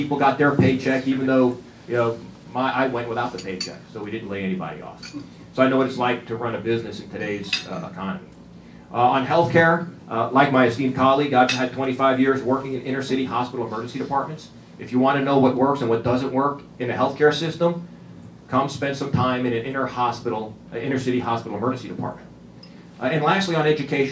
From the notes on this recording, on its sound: WASHINGTON, DC. The Ripon Society held a breakfast discussion.